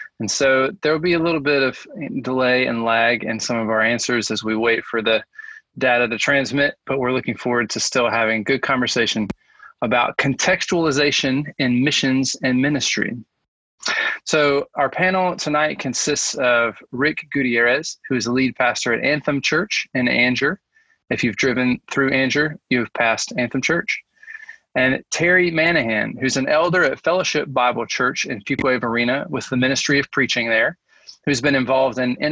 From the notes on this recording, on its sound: July's panel discussion, held via Zoom.